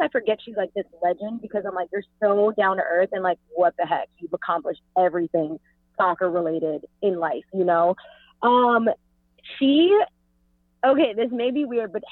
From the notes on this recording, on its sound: via phone